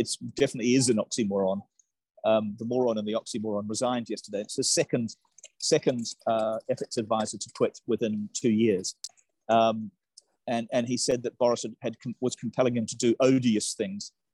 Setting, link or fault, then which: link, video call